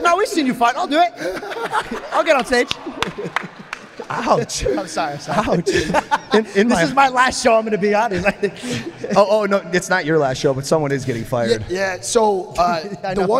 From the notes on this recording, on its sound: LIVE audience show in Columbus, Ohio.